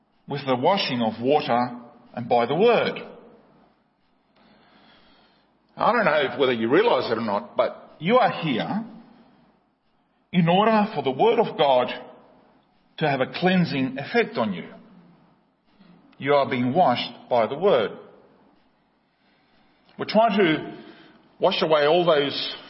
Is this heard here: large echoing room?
yes